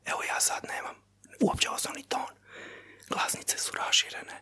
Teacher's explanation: Glasnice su raširene. Samo zrak prolazi i nije bitan osnovni ton da bilo šta kažem.